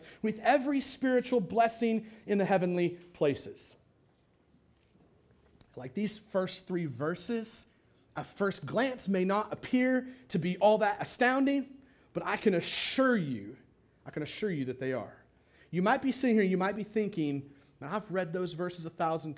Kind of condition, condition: setting, large echoing room